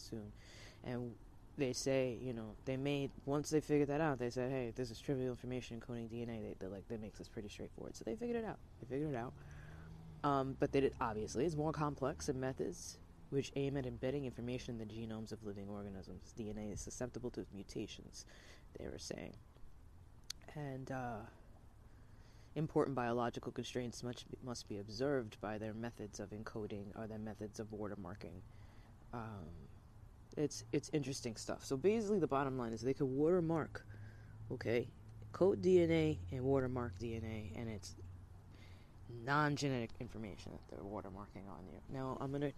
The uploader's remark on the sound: Sorry I was outside so the audio isn’t so great, best to listen with headphones